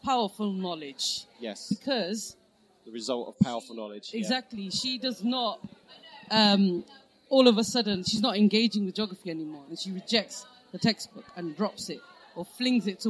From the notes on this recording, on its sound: A special episode recorded on-location during the three-day Geographical Association National Conference at the University of Surrey, Guildford, UK. Takes their portable recording equipment and speaks to numerous conference delegates, speakers and exhibitors while all consuming numerous cups of tea and coffee.